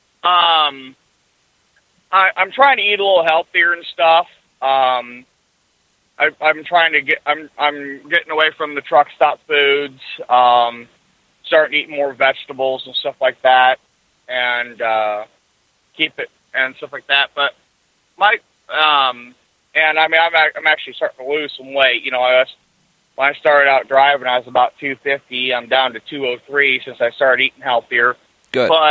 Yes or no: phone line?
yes